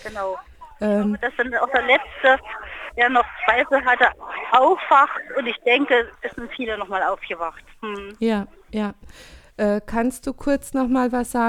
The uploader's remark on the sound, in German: bei Radio Darmstadt über Telefon aufgezeichnet